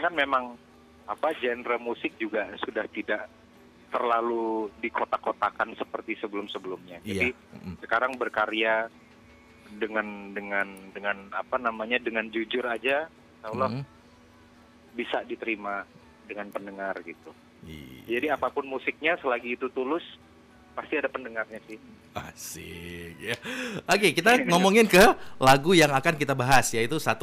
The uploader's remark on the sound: Live Phone. Di studio 101.1 FM.